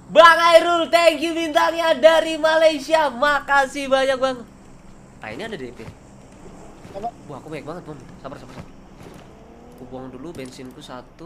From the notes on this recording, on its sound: Palying Game While In The Car. Driving tesla and playing a game.